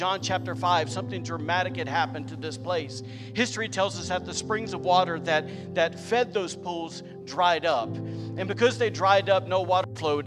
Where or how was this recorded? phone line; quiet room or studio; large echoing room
large echoing room